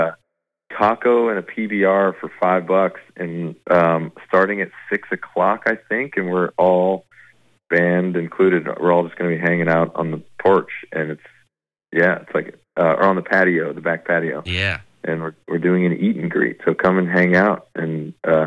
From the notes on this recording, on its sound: chats on the phone